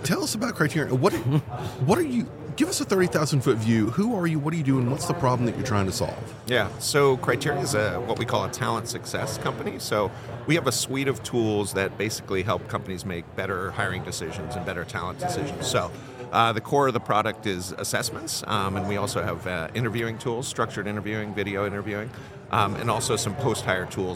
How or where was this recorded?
busy venue